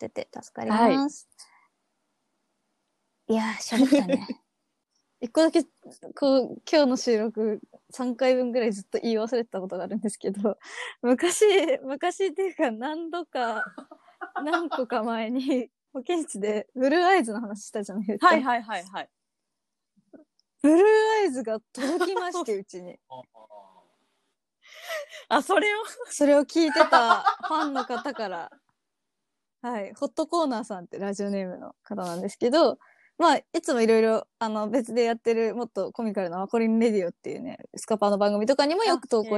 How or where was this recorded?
video call